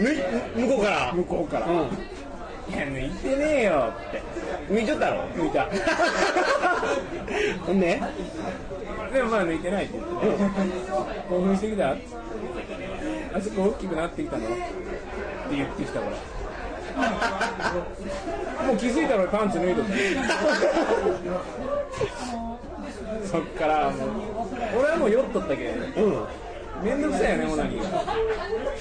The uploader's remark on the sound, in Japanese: 新橋の居酒屋で録りました。新橋の居酒屋はとてもやかましい。